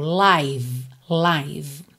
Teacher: O E final também não é pronunciado. Só que esse I aí é o I longo, tá? Com aquele som aberto. Como se fosse AI, um ditongo.